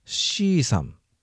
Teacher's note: カラフト方言ではシーサンと伸ばします